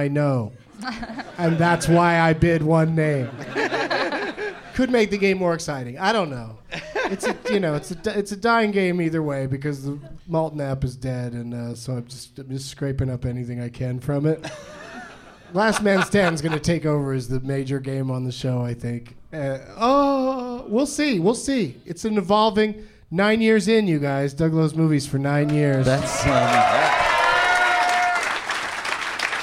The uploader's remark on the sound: Live from Go Bananas in Cincinnati